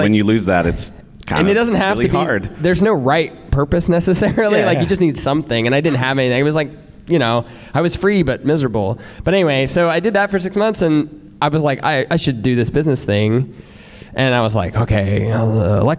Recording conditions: live audience